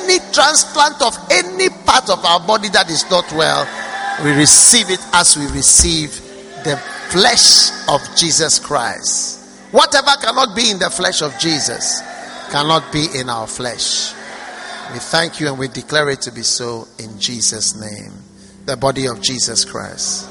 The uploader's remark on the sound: Preached at the First Love Center, Accra